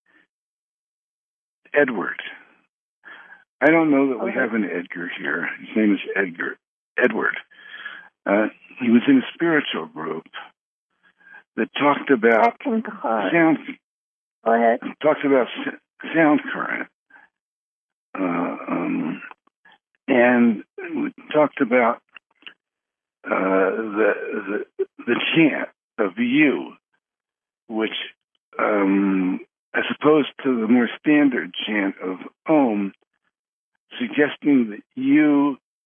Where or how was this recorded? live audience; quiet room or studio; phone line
phone line